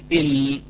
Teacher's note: من الطرف الأمامي إذا لامس اللثة أو اللثة العلوية يخرج حرف اللام · Term: مخرج اللام